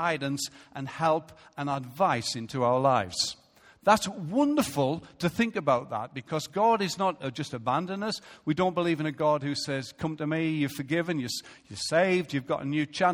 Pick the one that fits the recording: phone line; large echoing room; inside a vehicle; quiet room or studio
large echoing room